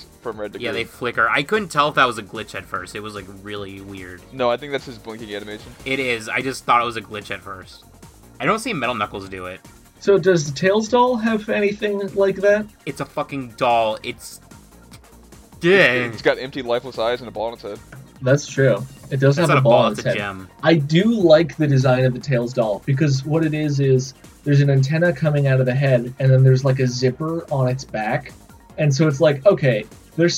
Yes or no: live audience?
no